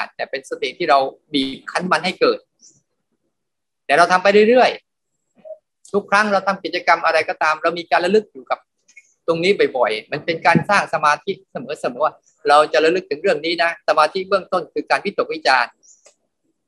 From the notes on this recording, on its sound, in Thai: คอร์สออนไลน์ (ผ่านโปรแกรม Zoom)